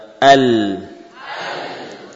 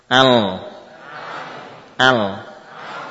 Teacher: Ada gunnah pada khoyshum saat melafadzkan lam. · Shown in: second take